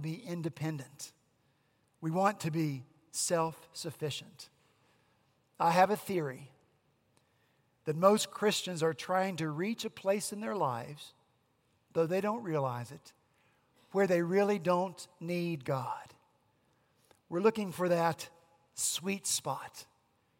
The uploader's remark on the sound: At Redeemer Presbyterian Church in Charleston, SC.